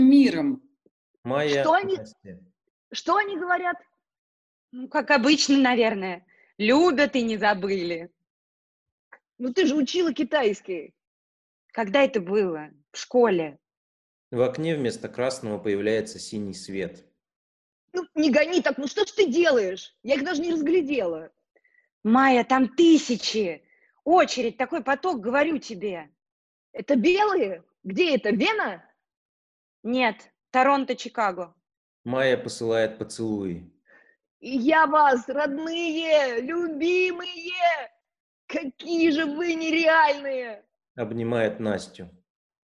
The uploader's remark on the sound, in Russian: Читка состоялась в формате zoomconference 4 и 6 мая 2020 года. Запись онлайн читки пьесы. Читка состоялась в формате zoomconference 4 и 6 мая 2020 года.